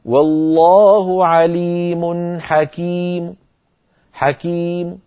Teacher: أحذف التنوين وأقف بميم آخرها ضمة صوتها ضعيف، هكذا والله عليم حكيم حكيم، هكذا ميم مضمومة صوتها ضعيف. · Term: بعض الضمة